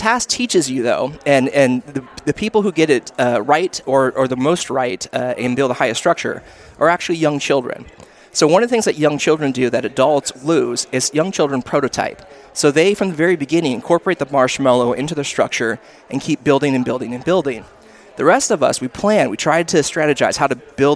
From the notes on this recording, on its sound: We’re on the road again with the Higher Edge Mobile Podcasting Rig! This week, we’re headed to sunny California and the floor of the California Association of Institutional Research “CAIR” Conference 2022 in La Jolla, California.